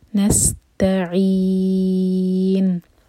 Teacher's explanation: Scene पर सीटी की आवाज़ क्लियर, नस और नून लाइट लेटर है तो उसको नस नहीं कहना, नस त, और अगेन त लाइट, नस तो नहीं होना चाहिए, नस्तईन।